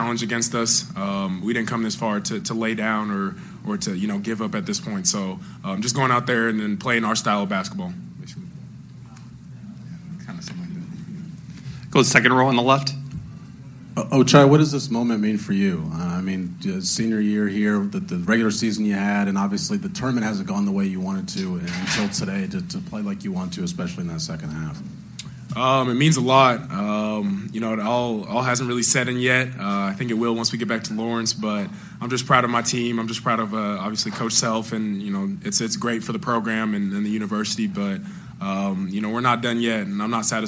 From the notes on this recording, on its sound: Postgame Audio From Kansas Elite Eight Win Over Miami. Hear the full post-game press conference.